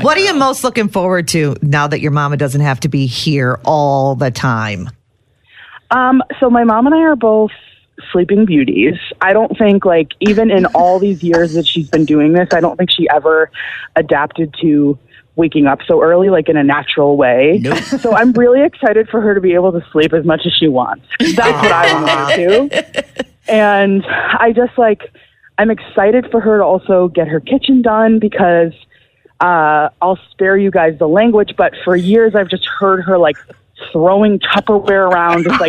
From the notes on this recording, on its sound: wanted to call